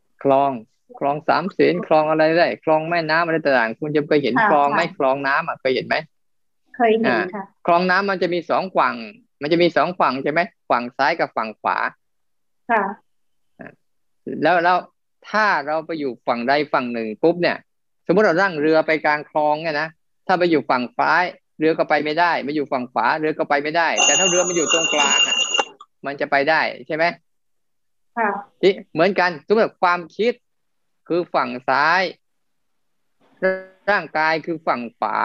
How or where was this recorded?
video call